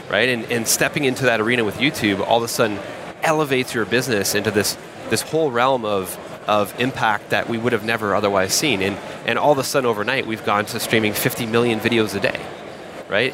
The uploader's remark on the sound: Coming to you live from Dublin where we just wrapped the fourth SaaStock flagship conference. This interview was part of the Podcast stage, where we hosted a plethora of podcasters who interviewed our speakers.